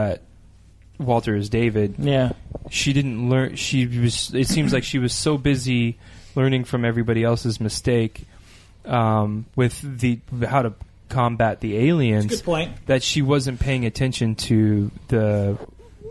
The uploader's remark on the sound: All recorded live at Maui Comics & Collectibles.